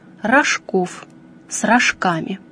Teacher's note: При образовании падежных форм этого существительного ударение не смещается, а по-прежнему сохраняется на втором слоге